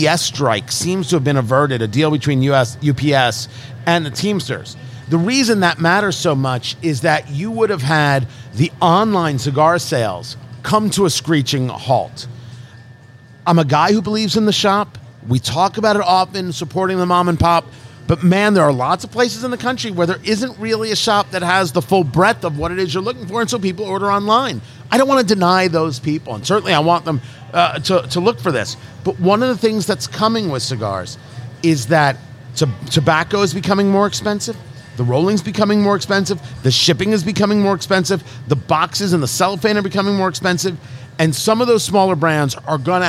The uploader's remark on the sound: Recorded live at Blend Bar Cigar in Indianapolis, IN.